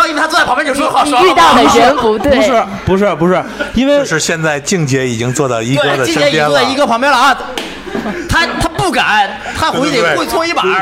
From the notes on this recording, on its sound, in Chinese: 线下聚会特辑。很高兴有许多小伙伴到了现场与我们主播一起活动交流。这期节目就是随机邀请当天到场的朋友们来参与录制的。